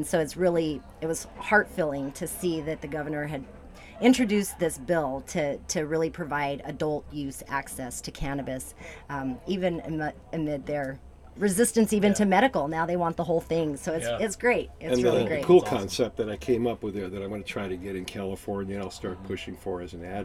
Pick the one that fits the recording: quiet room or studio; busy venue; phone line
busy venue